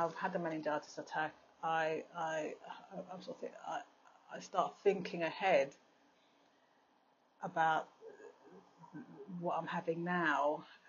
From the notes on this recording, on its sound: I managed to get out for another walk today. I've created a habit now of stopping to record my audio journal at the beginning of my walk so that I'm not so tired.